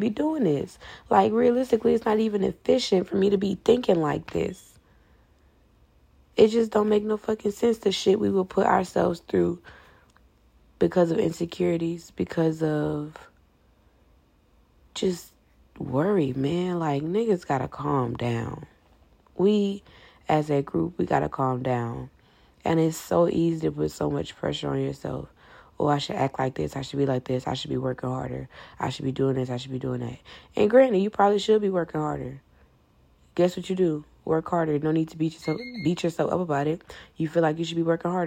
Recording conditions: phone or laptop microphone